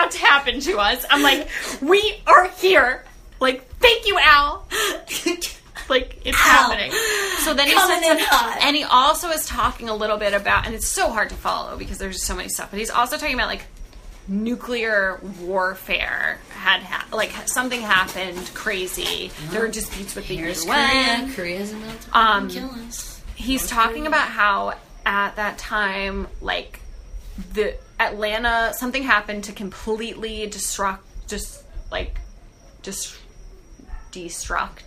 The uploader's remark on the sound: This was our first episode we ever recorded but got lost during the transfer of sights to host the podcast. The sound quality is so horrible, we're constantly getting interrupted by our friend group.